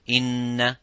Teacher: the makhraj of this ghunna is the nostrils or the nasals, which means simply it's from the nose. There is no work for the tongue for this ghunna.